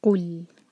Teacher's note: دیکھیں قاف پر دمہ ہے، ہمارے ہوٹ گول ہوں گے، لیکن جب لام پر پہنچیں گے تو ہمارے ہوٹ گول نہیں رہنے چاہیے